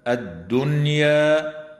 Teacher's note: وتظهر النون الساكنة عند الياء في كلمة الدنيا